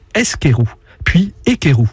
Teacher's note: Pour passer de Skerou à Écréoux, deux phénomènes se sont produits. D'abord, on a fait précéder les deux consonnes du début par une voyelle pour prononcer le mot plus facilement, d'où Eskerou, puis Écréoux. · Term: prothèse vocalique